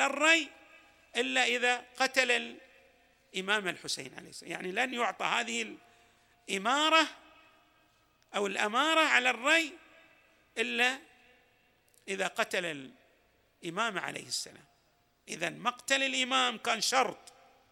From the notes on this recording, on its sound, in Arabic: تسجيلات جامع الإمام علي عليه السلام. الأحساء - المبرز.